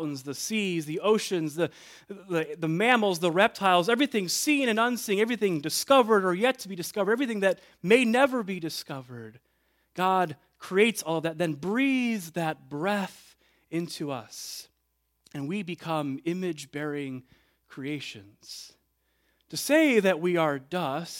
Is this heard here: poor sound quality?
no